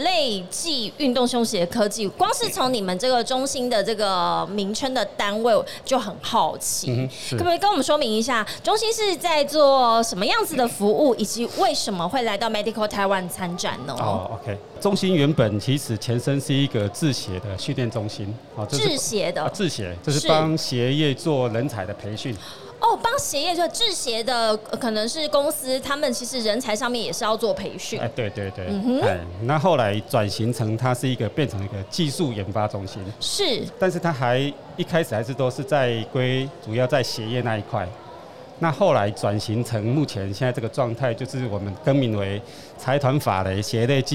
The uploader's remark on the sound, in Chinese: 2022 Medical Taiwan台灣國際醫療暨健康照護展 -Live Podcast